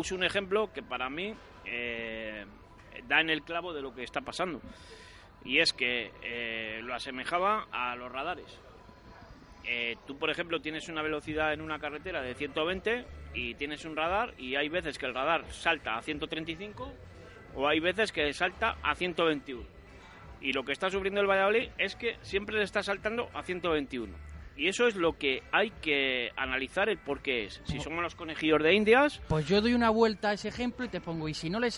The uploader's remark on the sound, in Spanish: en directo desde LA FUNDICIÓN.